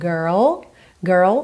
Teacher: Primeiro faz o R, girl, girl, depois põe o L, girl. Esse R, girl, é o R enrolado da porta com a perna esquerda, tá?